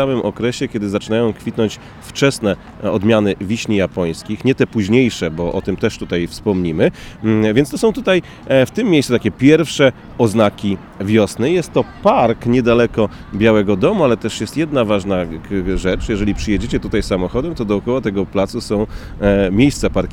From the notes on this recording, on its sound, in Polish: Odcinek nagrany na ulicach Waszyngtonu: zaczynamy w dzielnicy Foggy Bottom, idziemy pod Biały Dom, następnie do Monumentu Waszyngtona, potem Tidal Basin i kończymy w Smithsonian Gardens.